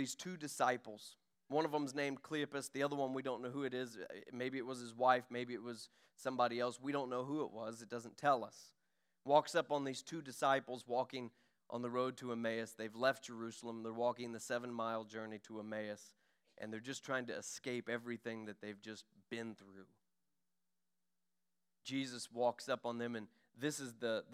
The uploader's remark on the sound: During our Sunday morning gathering on April 23, 2023. We are an Apostolic, Pentecostal church located in Poplar Bluff, Missouri.